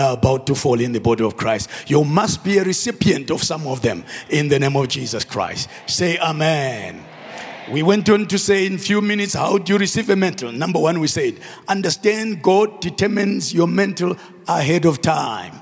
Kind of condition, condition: setting, large echoing room